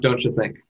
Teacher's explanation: the sound of the T of don't changes a little bit in front of the U, the Y sound of U, and becomes the affricate ch